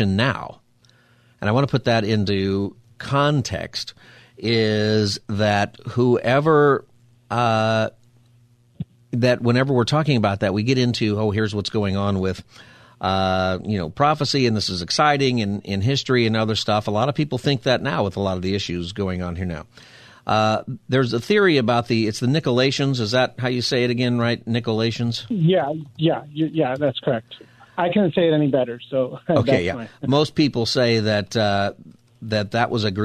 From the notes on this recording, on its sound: Open Phone Friday Continued.